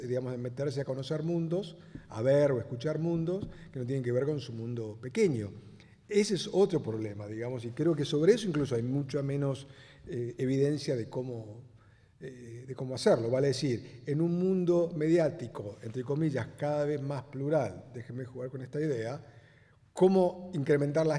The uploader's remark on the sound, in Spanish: Con la asistencia de periodistas, estudiantes y académicos. En el histórico auditorio de Maipú 555.